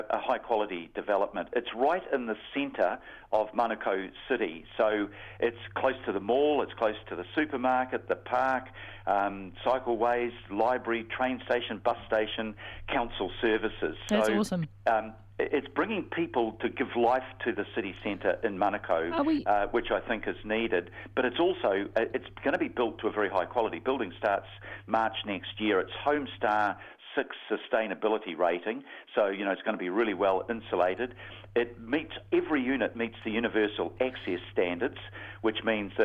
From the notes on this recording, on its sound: The Mayor phones up for his penultimate chat on the Breakfast show